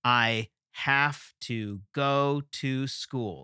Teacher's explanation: It's just every other word is emphasized.